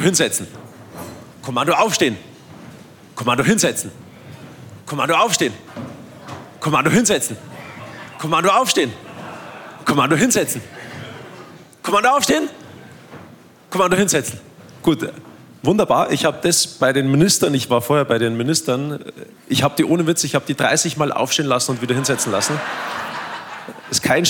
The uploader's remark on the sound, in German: anlässlich der 100-Jahr-Feier von LOWA Platz auf der Live-Bühne genommen